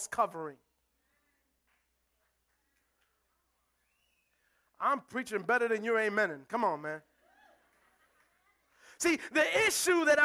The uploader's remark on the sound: Recorded live at The Sanctuary Fellowship.